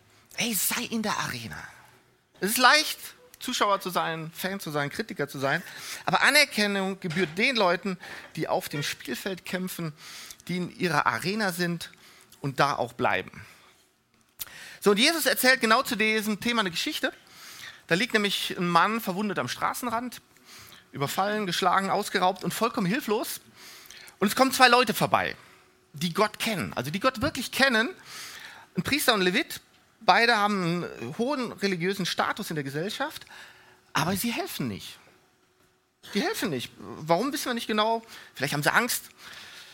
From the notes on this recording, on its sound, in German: Die Predigten der Lifestream Church Regensburg.